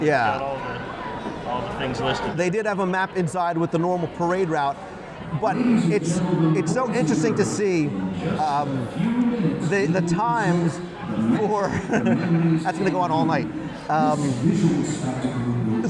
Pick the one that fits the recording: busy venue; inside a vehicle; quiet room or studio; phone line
busy venue